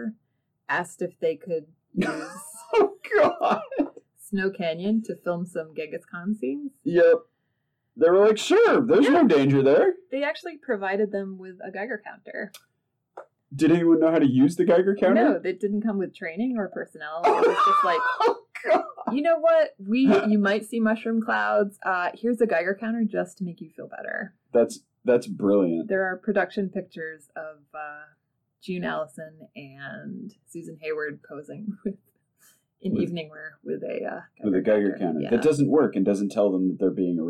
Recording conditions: poor sound quality